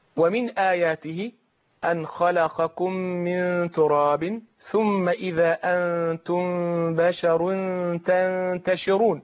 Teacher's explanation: تجد هنا إخفاء النون في التاء وإخفاء أقرب إلى الإدغام